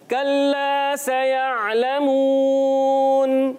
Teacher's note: किताब वाला जो काफ होता है इसको बारीक रखना होता है